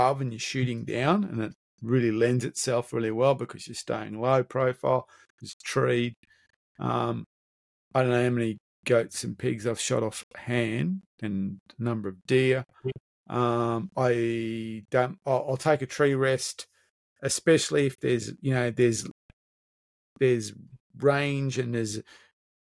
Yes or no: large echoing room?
no